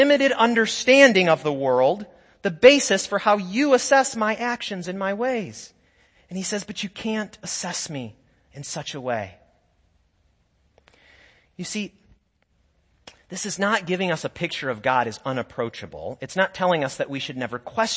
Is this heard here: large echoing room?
yes